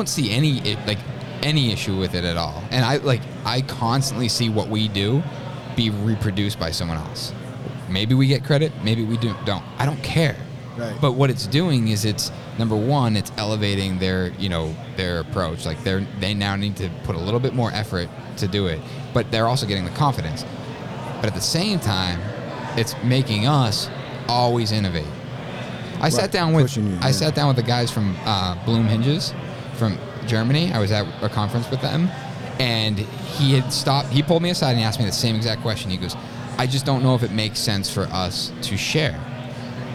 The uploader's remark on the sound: LIVE from Buildertrend University